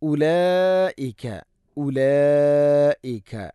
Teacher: ഉലായിക ഉലായിക മദ് മുത്തസിലാണ്, നിർബന്ധമായിട്ടും 4-5 ഹർക്കത്തിൻ്റെ ഖദർ നീട്ടണം. മദ് മുത്തസിൽ വാജിബാണ്.